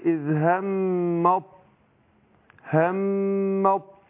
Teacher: الميم مشددة، هتاخد غنة حركتين، وبعدين هطلع من تشديد الميم او ان الميم هتاخد غنة حركتين، وبعدها هضغم التاء في الطاء، هضغم التاء في الطاء